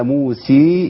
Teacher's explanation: لو قلنا موسى يبقى عملنا إمالة كبرى